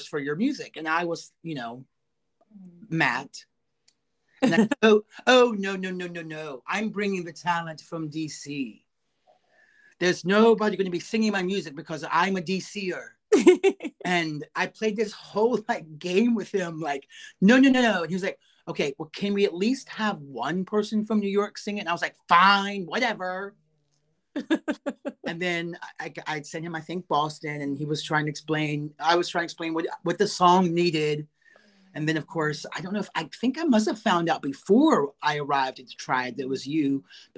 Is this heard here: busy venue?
no